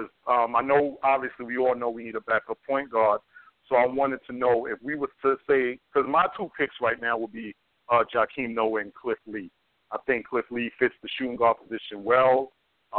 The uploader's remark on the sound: Tonight we take your phone calls.